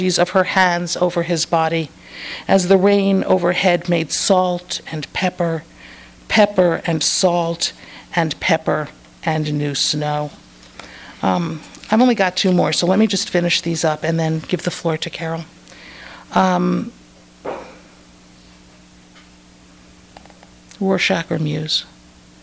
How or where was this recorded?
live audience